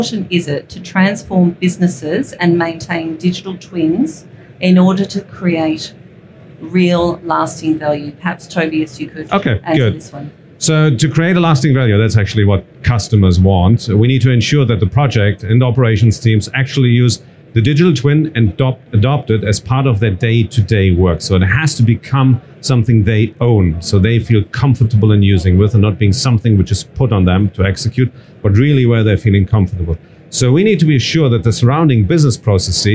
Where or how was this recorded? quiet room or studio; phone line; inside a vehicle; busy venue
busy venue